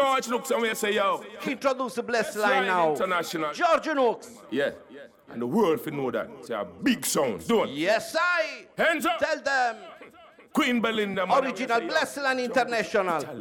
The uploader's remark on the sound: This is the Audio of the Dance.